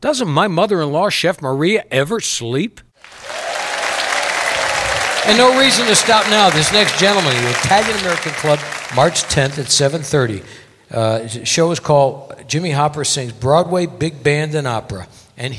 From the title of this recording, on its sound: Live at the South Point 03-02-2017